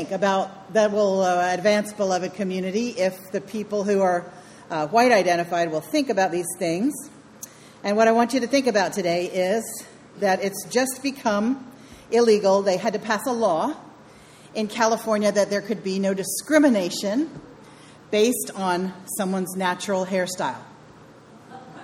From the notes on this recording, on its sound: Sermon delivered on September 29, 2019. It's Celebration Sunday.